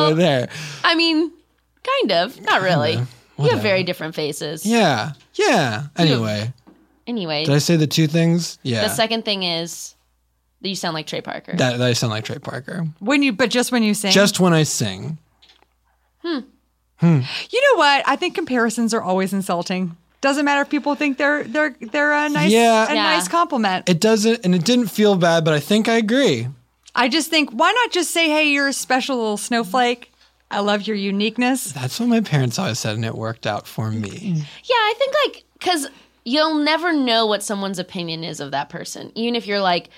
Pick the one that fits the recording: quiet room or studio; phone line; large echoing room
quiet room or studio